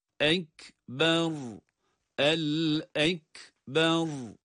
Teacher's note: Ekber kelimesi gördüğümüz gibi ne hemze kaf harfine bağlanırken uzatma var, ne de ba harfi ra'ya bağlanırken uzatma var.